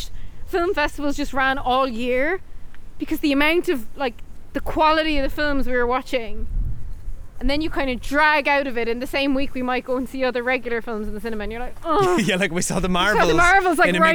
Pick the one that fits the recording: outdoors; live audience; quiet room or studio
outdoors